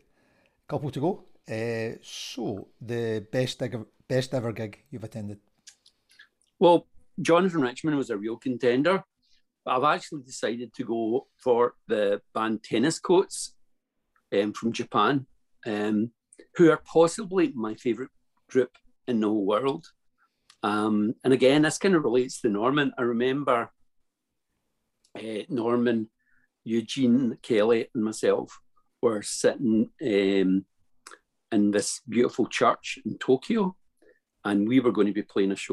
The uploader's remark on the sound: The hard drive with the edited audio and song inserts corrupted! We had great fun doing them, and have therefore decided to go ahead and publish the Zoom videos.